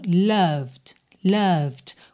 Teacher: Cuidado para não falar loved, tá? Nem o O é O e nem o E é pronunciado. Então, loved, loved.